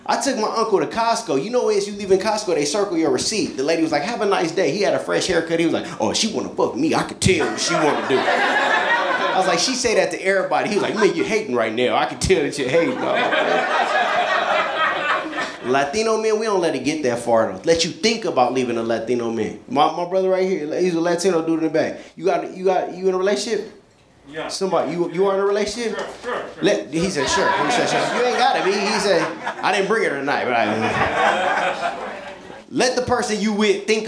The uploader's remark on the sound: A hysterical live stand-up comedy show.